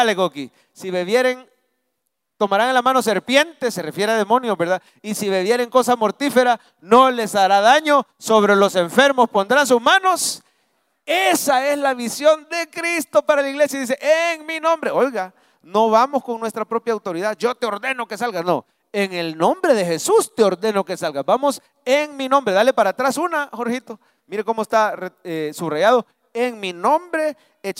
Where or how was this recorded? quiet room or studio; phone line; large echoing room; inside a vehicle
large echoing room